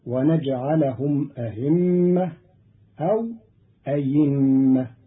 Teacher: قرأ قالون كلمة أئمة بتسهيل الهمزة بين وإبدالها ياء